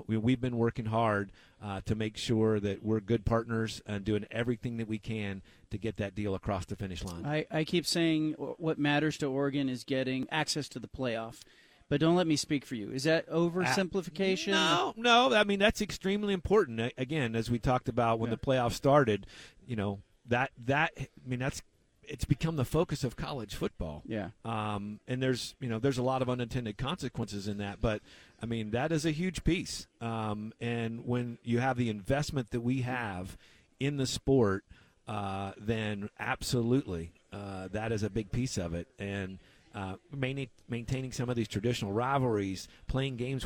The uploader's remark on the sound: from Pac-12 Media Day in Las Vegas